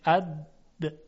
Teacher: شدت یعنی قطع صدا در زمانی کوتاه هنگام تلفظ حرف. وقتی که ما دال رو تلفظ میکنیم صدای اون در یک لحظه قطع میشه